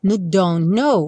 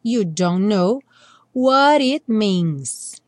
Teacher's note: No don't know, a gente não pronuncia nem o T do don't, nem o K do know, porque a gente nunca pronuncia mesmo o K do know. Então, a gente tem a junção dos dois N's